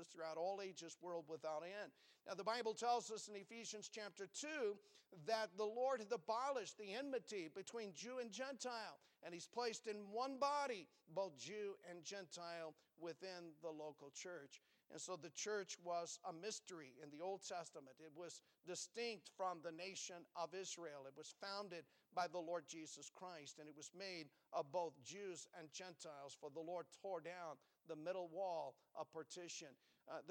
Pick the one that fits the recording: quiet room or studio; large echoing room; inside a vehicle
large echoing room